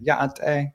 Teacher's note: So every vowel is either a high pitch or a low pitch. So the way you say hello in Navajo is ya'ate, and you can hear that kind of elevated pitch. It's like ya'ate, it's like high level. · Term: high tone